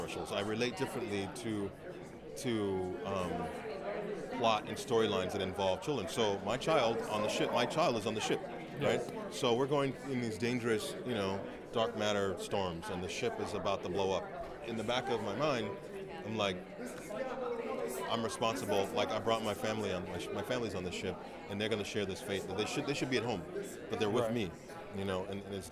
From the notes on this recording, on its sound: I am coming to you LIVE from the Blue Carpet at the 2018 Paley Festival in Los Angeles.